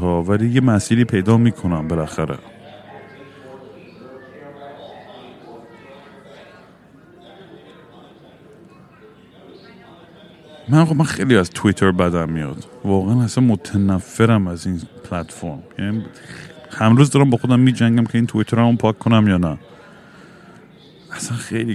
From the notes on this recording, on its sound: Airport Sessions #4. Once again I am at an airport rambling nonsense into the microphone.